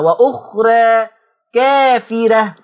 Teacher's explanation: لما يجيلك حرف الراء بعدها ألف في آخر الكلام، الألف دي تقلل قولا واحدا · Term: تقليل